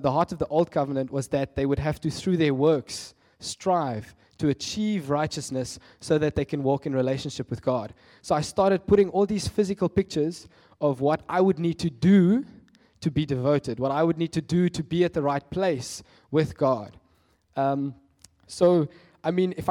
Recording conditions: large echoing room